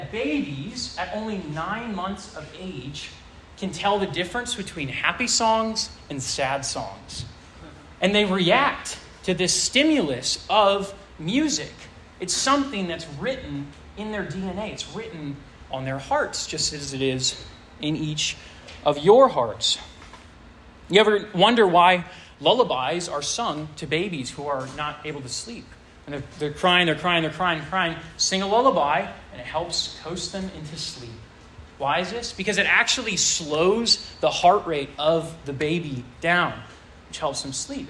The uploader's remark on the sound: This sermon was preached to a Junior + Senior high school audience